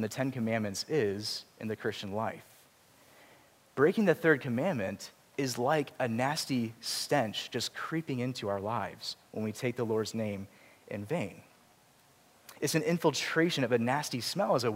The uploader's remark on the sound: Preached at Grace Community Church, PCA (Charlottesville, VA)